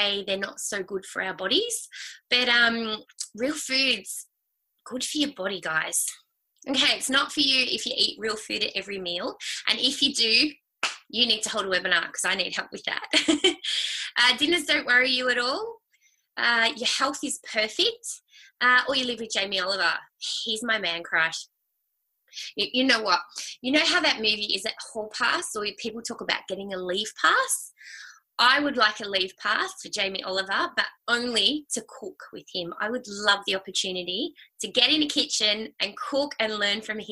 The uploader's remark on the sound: It is the audio to a live online workshop that I held during the week.